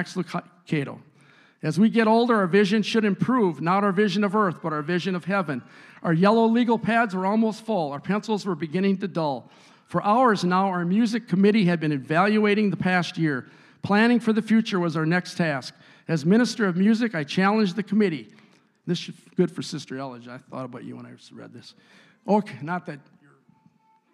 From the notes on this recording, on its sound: a service recording from Connect Point UPC!